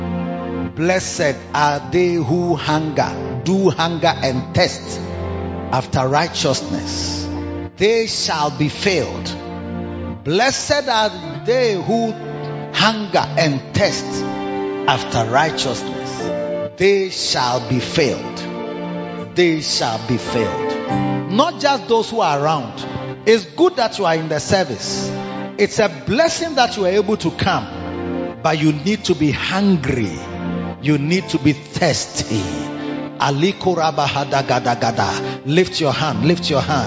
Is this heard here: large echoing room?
yes